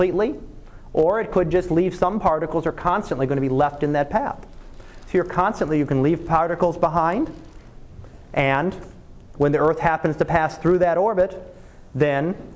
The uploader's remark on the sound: Live Class Lecture.